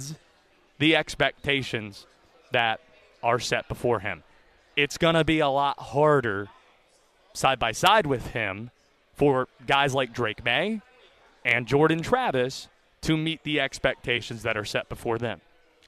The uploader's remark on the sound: live from Day 3 of ACC Kickoff in Charlotte